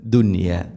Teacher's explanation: നോക്കൂ, ഇവിടെ സാക്കിന നൂന് ശേഷം യാ വരുമ്പോൾ ശരിക്കും ഇവിടെ ഇദ്ഗാം ബിഗുന്നയാണ്. അതേസമയം ദുന്യ എന്നത് ഒറ്റ പദത്തിലാണ് നൂനും യാ ഉള്ളത്, അതുകൊണ്ട് അവിടെ ഇദ്ഹാറാണ് ചെയ്യുക. വെളിവാക്കി ഉച്ചരിക്കണം, മണിക്കരുത്.